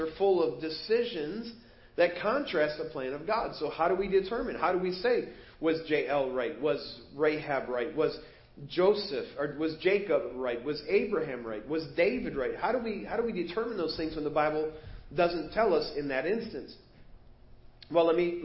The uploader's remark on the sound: Preached at First Baptist Church of Hazel Park